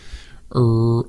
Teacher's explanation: La R es casi como la W, ¿sí? R, estás haciendo como un círculo. · Term: the gringo R